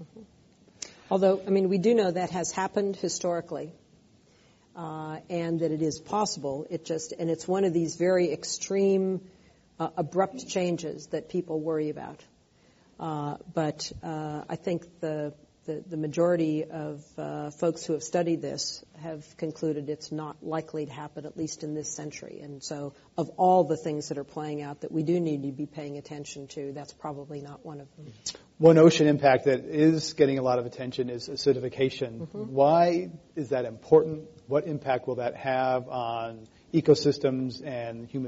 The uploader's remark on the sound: This program was recorded in front of a live audience at The Commonwealth Club of California.